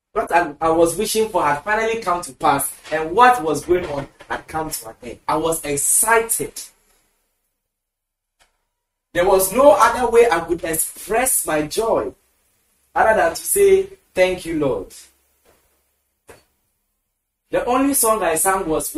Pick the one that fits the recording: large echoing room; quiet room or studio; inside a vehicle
large echoing room